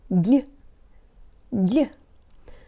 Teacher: There are two kinds of Russian L's, and this one is soft. The tongue is high, and when it releases, it almost sounds like an L with a Y sound built into it. Для. This preposition is never stressed or emphasized, so the ya often turns into more of a schwa or even an e sound because the mouth doesn't have time to open very far.